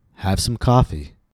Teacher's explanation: Notice how the first syllable of coffee, ka, the vowel is longer, and I raise my pitch.